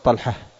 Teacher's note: وإنما يقال التاء إذا كانت عربية، ابن طلحة تاء، إذا وصلت تفتح وإذا وقفت تقول طلحة